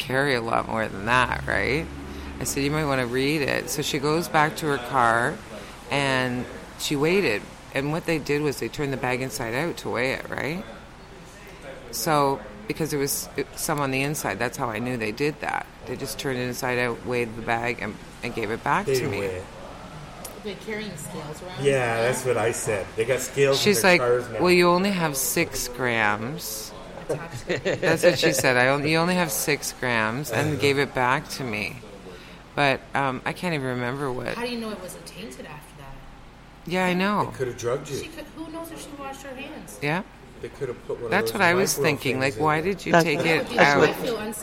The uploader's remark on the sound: Broadcasting LIVE from Ganjahnistas's Social Club